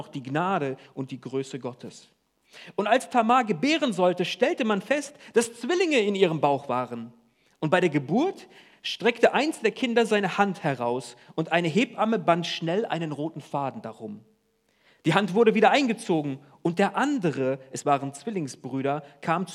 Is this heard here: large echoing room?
yes